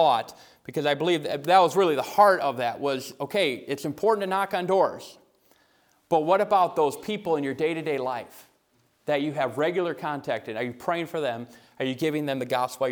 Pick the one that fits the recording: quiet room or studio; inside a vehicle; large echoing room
large echoing room